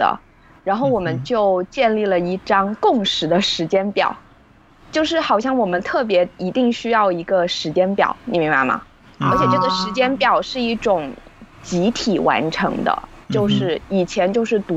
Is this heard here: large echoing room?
no